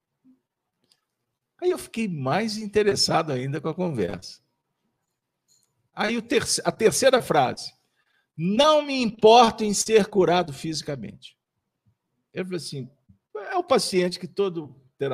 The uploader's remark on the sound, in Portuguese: Reunião Pública realizada na Fraternidade de Estudos Espírita Allan Kardec às terça-feira. Com Transmissão ao vivo, às 19:30h com público presencial.